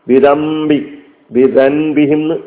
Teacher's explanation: നൂനല്ല ഉച്ചാരണത്തിൽ വരിക മീമാണ് വരിക · Term: ഇഖ്ലാബ്